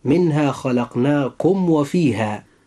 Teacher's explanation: يجب إظهار الميم الساكنة إظهارا شفويا، وخاصة عند هذا الحرف وهو الواو